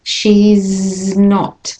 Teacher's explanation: So the S in she's becomes a Z.